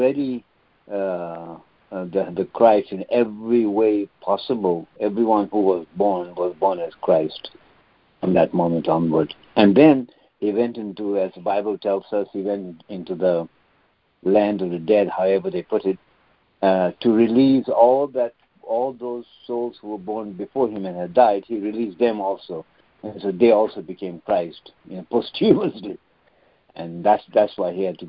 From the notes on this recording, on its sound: are joining together on a Free Conference Call